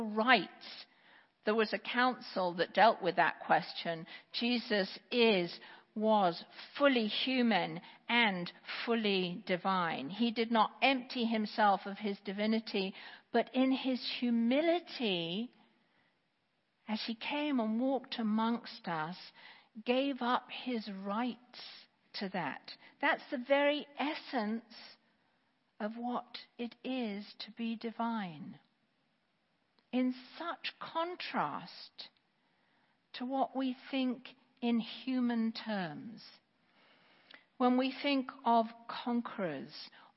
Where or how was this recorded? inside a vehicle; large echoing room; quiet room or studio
large echoing room